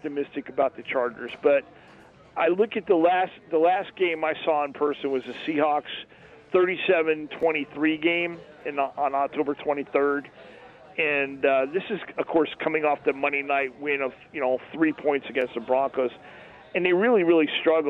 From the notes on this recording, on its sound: "Live" from Steiner's Pub in Las Vegas